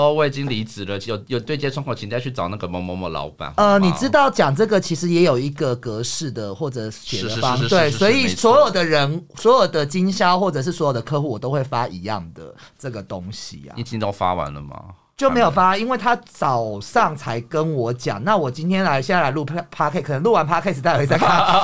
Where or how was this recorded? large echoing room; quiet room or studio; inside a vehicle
quiet room or studio